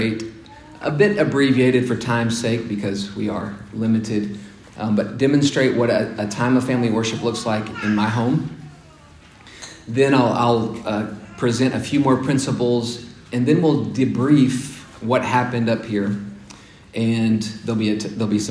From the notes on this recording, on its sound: The second session of a four-part series delivered at Grace Bible Church of Conway in December of 2021.